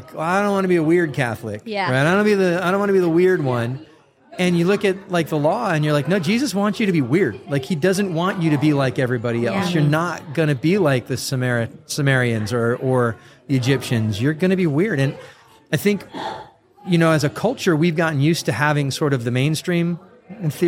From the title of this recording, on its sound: Live from Steubenville South